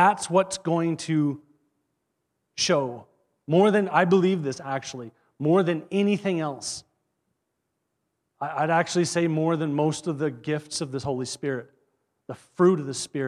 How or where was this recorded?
large echoing room